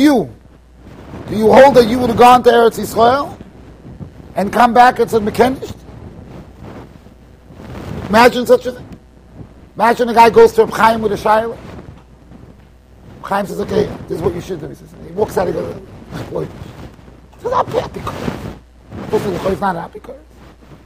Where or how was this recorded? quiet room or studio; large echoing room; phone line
large echoing room